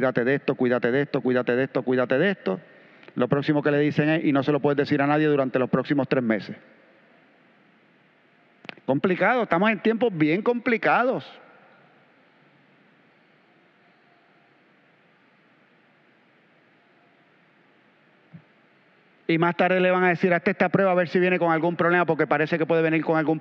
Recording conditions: large echoing room